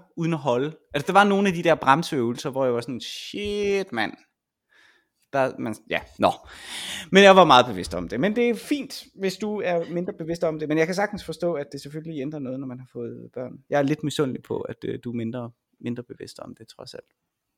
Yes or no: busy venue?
no